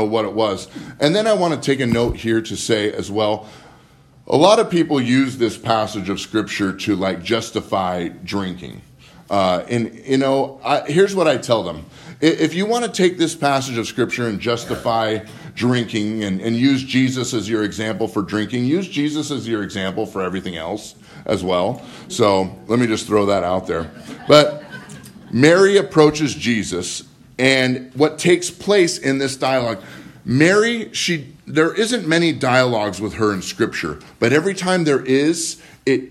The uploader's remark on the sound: Live from Living Word